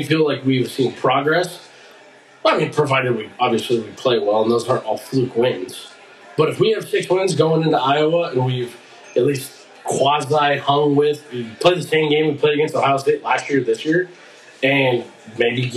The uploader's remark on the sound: (You'll hear that in the recording quality on this first one, but it'll be better by next time.)